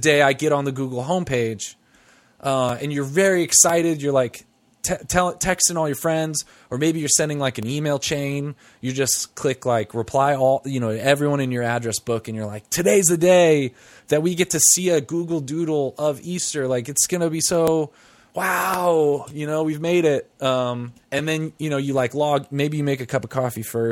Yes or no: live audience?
no